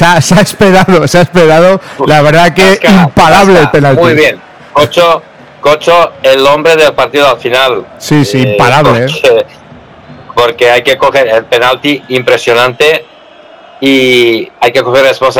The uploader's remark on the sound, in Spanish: Transmisión en directo desde el estadio 'La Planilla'